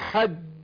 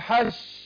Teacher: الجيم يقولوا ايه حرف شديد مجهور، يعني بيحصل فيه حبس للنفس والصوت، زي ما اقول حج، الحج شوف بتقفل بيقفل وسط اللسان، بيقفل الصوت والنفس مع الحنك · Shown in: first take · الايه الاعلى فوق، فاقول حج.